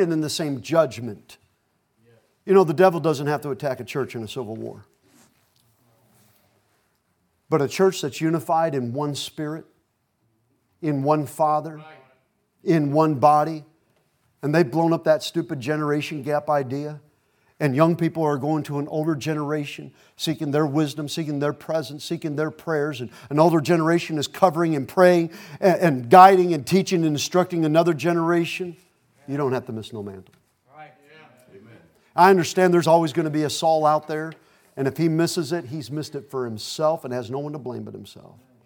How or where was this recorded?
large echoing room